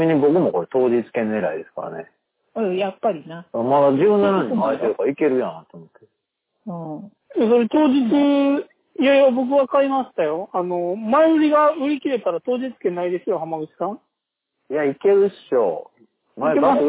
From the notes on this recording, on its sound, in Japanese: 探偵が電話を録音した音源なので、音質が良くありません。